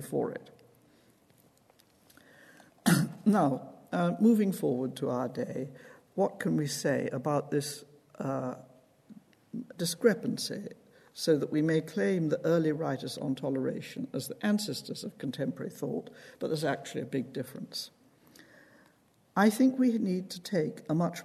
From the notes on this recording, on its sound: This lecture is part of the University's Gifford Lecture series. At the University of Edinburgh's Playfair Library Hall.